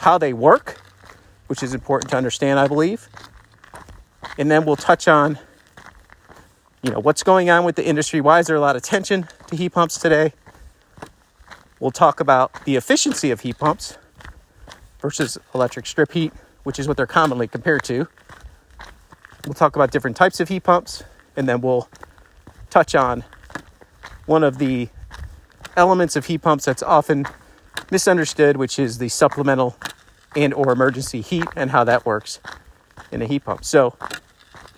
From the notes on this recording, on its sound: “on the go” episode. Recorded straight from our walking trial, the quality might not be studio-level.